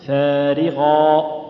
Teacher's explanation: الألف تلاحظ أنها سبقت بفاء نرققها، غاء سبقت بغين نفخمها